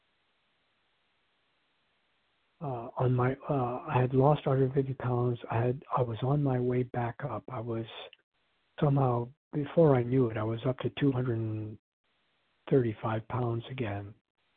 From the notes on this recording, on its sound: 100 Pounders Phone Meeting, 1/22/24.